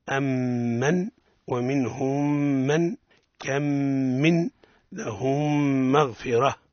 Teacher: الإدغام، تدغم الميم الساكنة في مثلها، أي في الميم